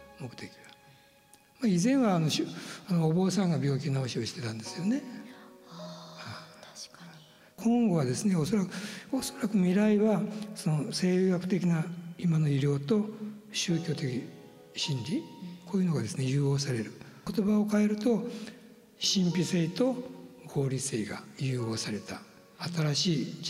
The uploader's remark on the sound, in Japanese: 山口県防府市にて行った、公開収録の模様をお届けします。